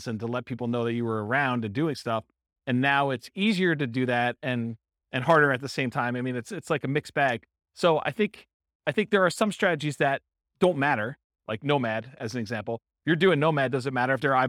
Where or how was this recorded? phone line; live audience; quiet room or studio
live audience